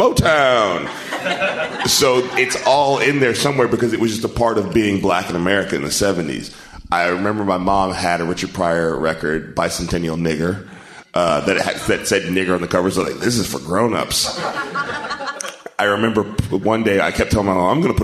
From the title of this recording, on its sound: Live at Just For Laughs Montreal